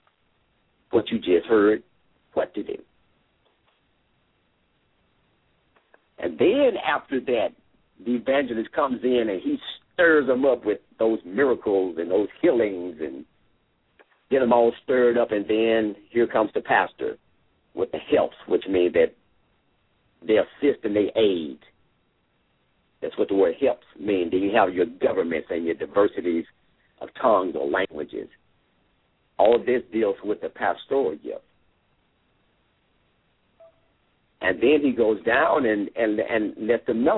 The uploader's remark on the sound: LML uses a progressive live call in format.